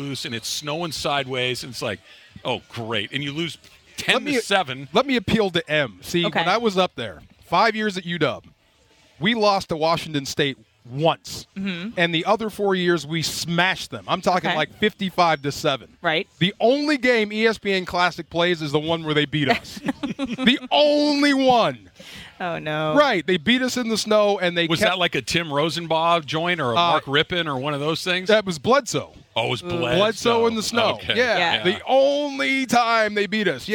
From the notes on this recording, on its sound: LIVE from Rams Camp in the City of Irvine! A group of shirtless guys with letters on the chest show up but we cant make out what they are trying to spell.